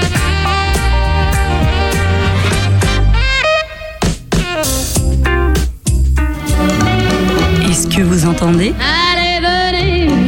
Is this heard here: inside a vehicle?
no